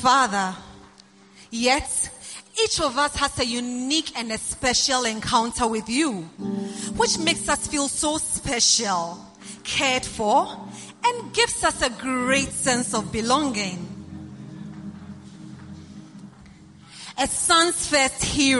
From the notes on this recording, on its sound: Preached at the First Love Church, Accra.